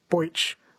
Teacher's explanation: Southerners tend to pronounce the E sound as an oi, like boich